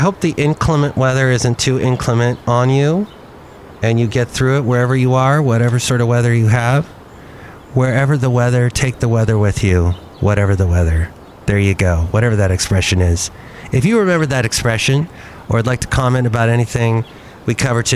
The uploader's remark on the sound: podcast live from Cafe Anyway